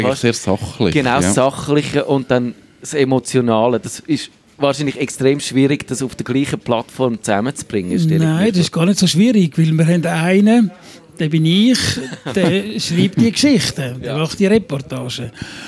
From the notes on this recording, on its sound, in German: live aus der Music Esse Bar, man vom nahen Bahnhof her das pulsierende Leben hört